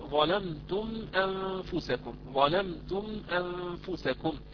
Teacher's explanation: نعم وذكر أمثلة طويلة الشيخ، مثلا قال للإظهار الشفوي أمثلة كثيرة، منها ظلمتم أنفسكم، ظلمتم أنفسكم، عندكم ميم ساكنة بعدها همزة، الهمزة من حروف الإظهار الشفوي، إذن الحكم يكون إظهارا شفويا، فنظهر الميم هذه ونقرأها بوضوح دون ما إخفاء ولا إقلاب ولا أي شيء · Term: إظهار شفوي